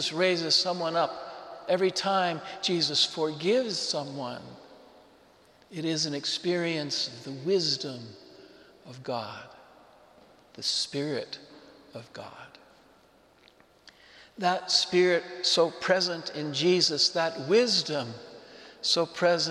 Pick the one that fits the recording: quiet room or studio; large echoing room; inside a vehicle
large echoing room